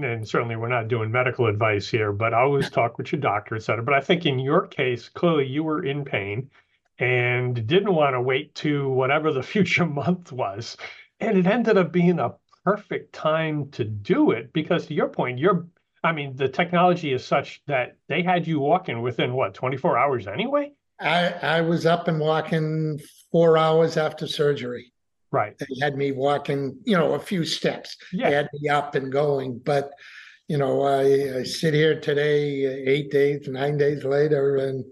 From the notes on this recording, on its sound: We had our conversation via the Zoom Conference Bridge on Friday, January 5, 2023.